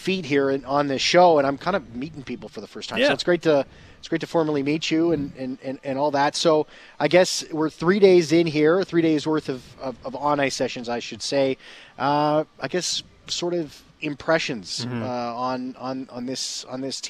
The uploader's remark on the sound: live at Jets Development Camp